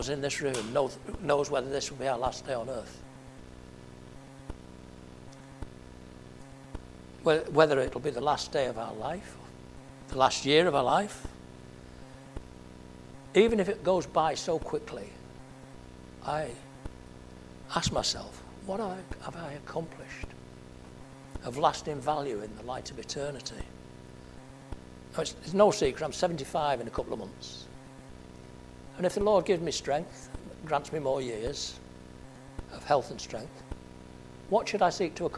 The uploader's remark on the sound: at Family Church Westhoughton